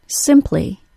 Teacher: The final syllable of the word simply is li, an L sound and then a long E sound. Since the final syllable of simply includes a vowel sound, the L is not considered syllabic.